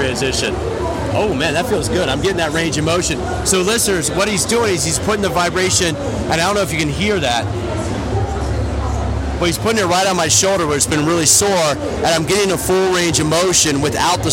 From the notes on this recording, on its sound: IDEA World Fitness Convention 2019 - LIVE From Trade Show Floor.